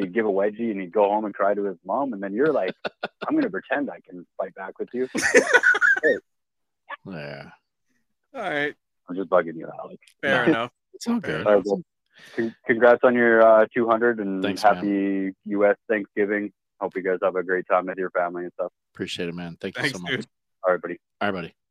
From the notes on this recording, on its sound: We went live on Facebook and YouTube for this one and even took some calls on the Hotline